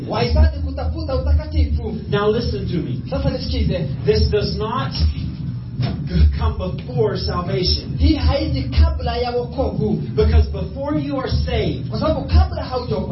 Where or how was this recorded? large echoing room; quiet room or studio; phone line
large echoing room